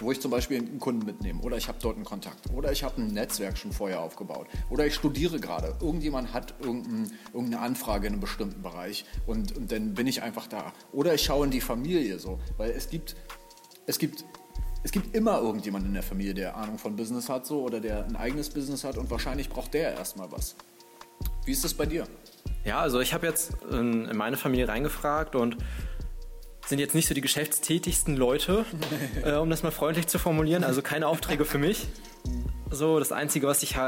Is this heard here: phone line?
no